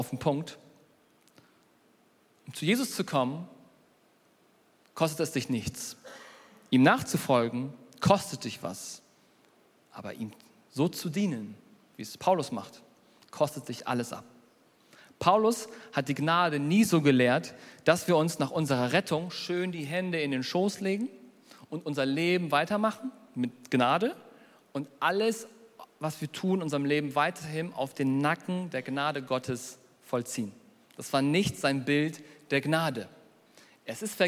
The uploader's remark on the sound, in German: Predigt der hoop Kirche.